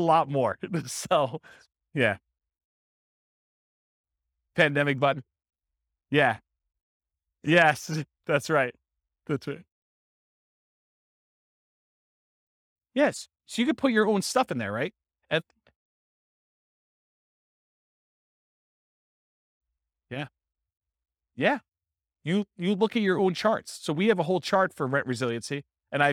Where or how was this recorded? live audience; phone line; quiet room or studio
live audience